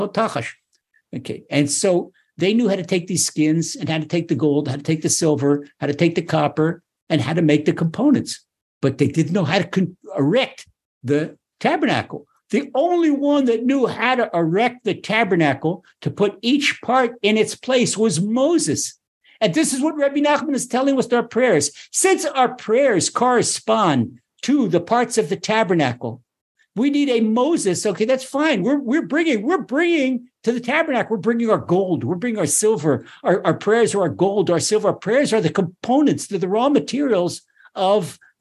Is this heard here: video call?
yes